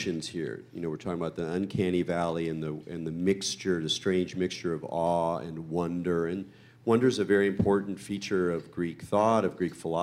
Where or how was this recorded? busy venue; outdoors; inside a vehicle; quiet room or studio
busy venue